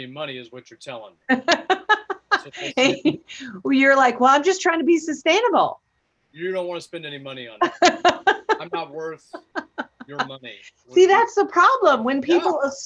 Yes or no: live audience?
no